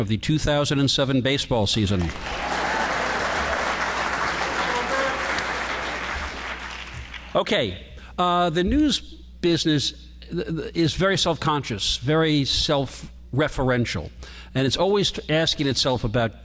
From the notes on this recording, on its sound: In this episode of Live at the 92nd Street Y.